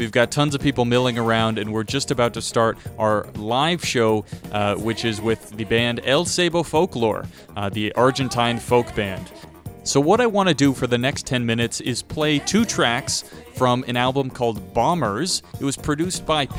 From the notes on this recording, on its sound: recorded a walking tour of Little Italy